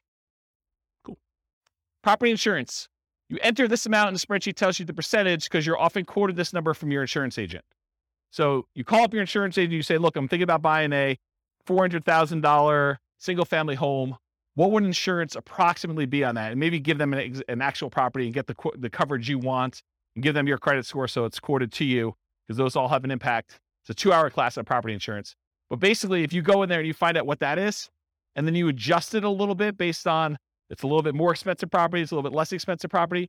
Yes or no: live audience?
yes